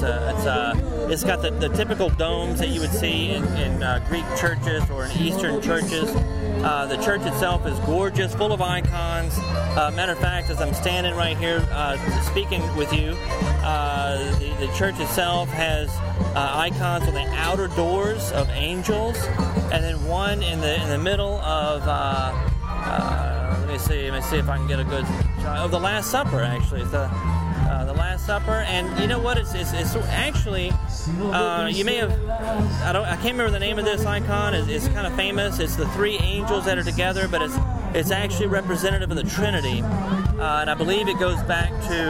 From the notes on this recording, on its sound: Join us at Greek Fest New Orleans, an annual event that we never miss. We have a sound-seeing tour.